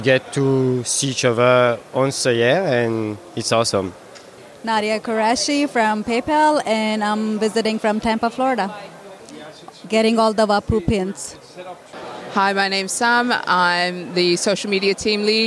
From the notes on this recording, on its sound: Random Q&A with Attendees at WordCamp Europe 2023.